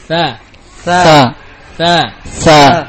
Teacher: tha keluar dari ujung lidah dengan ujung gigi seri atas. Sifatnya adalah hams, rakhawah dan istifal.